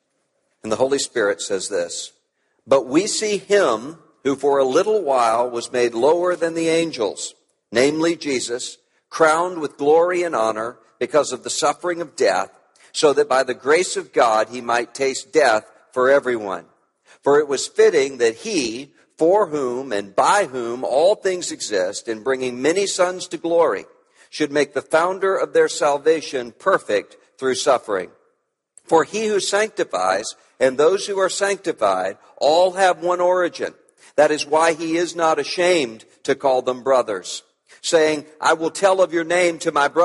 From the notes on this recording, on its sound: At the Evangelicals for Life Conference